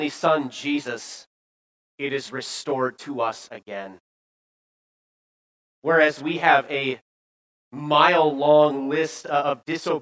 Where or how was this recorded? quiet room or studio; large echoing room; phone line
large echoing room